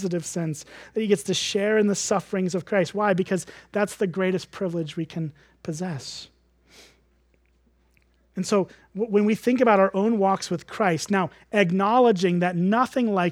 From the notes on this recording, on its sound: at Springbrook Church in Antigo, WI.